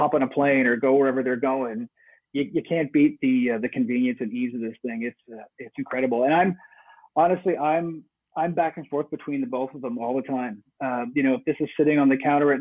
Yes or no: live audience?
no